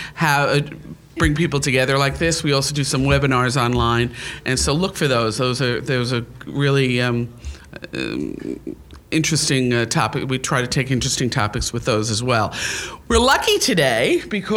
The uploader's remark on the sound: This NJ Spotlight Roundtable was held Friday, April 1st, 2016 at Mercer County Community College, James Kerney Campus in Trenton, N.